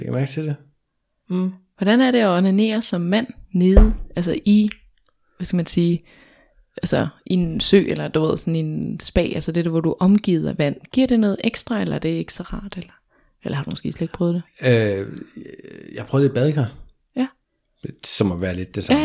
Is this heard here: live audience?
no